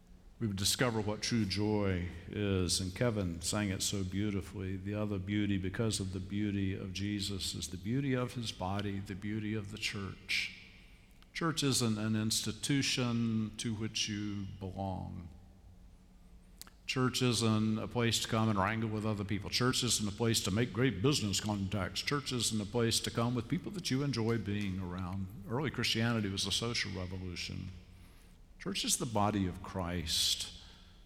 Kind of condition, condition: setting, large echoing room